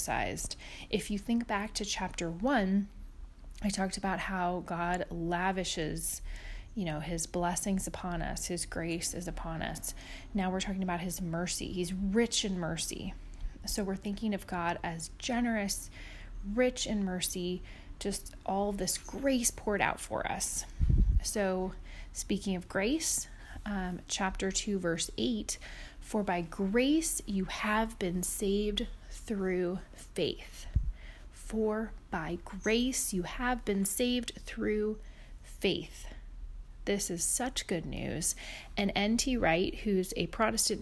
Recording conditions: sounds in the background